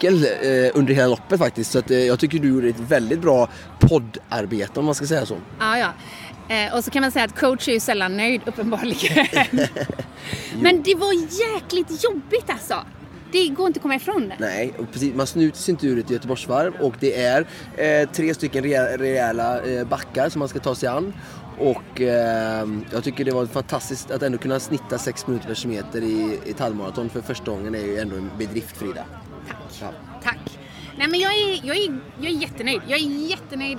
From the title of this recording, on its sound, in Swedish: Göteborgsvarvet live